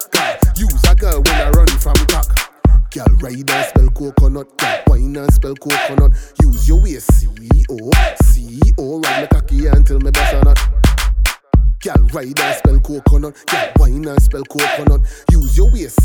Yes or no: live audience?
no